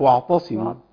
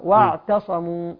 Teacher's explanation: نراعي تخليص المرقق وهو التاء من المفخم، حتى لا نبدل التاء بطاء · Shown in: second take